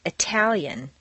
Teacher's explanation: The tal of Italian is at the top of the staircase and is strong